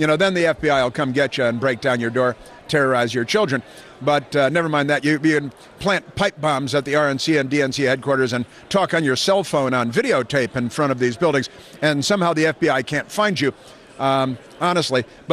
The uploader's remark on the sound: broadcasting live from CPAC